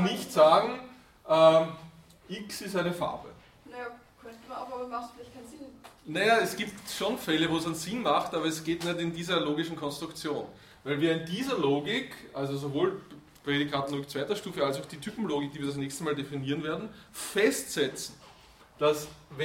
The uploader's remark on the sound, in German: Diese Vorlesung wurde von Studierenden aufgenommen